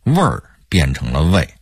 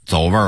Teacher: 其实是没带儿化韵，味儿变成了胃，一加儿化韵走味儿了 · Shown in: second take